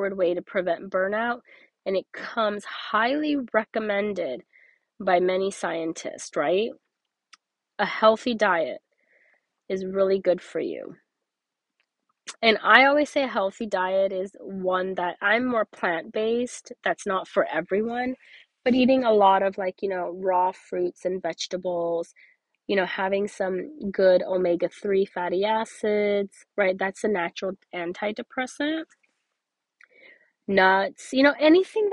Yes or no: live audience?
no